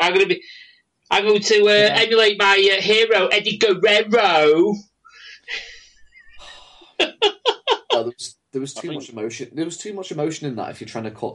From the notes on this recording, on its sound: They gathered on Skype to record this episode. RAD is recorded "as live" and this show is no different!